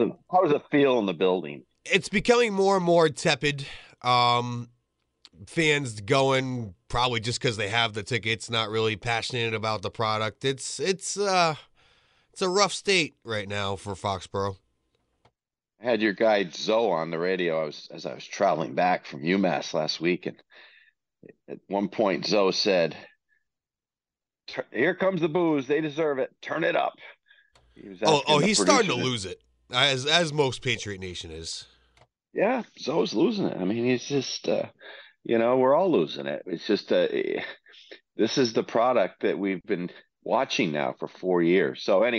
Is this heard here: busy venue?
no